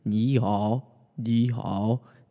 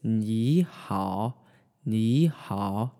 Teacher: when you have two back-to-back third tones, like in ni hao, you're going to want to turn the first third tone actually into a second tone. · Shown in: second take · So you're going to go up with your voice and then down.